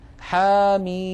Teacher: نلاحظ بأن حا مددناها بمقدار حركتين فقط لأنه مد طبيعي، بينما ميم مددناها ست حركات لأننا نطقنا ميما مكسورة بعدها ياء ساكنة بعدها ميم ساكنة.